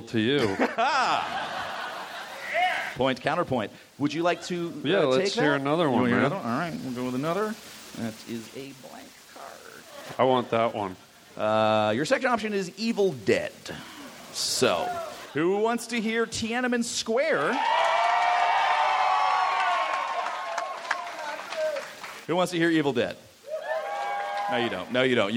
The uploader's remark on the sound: Recorded at SF Sketchfest, January 30, 2015.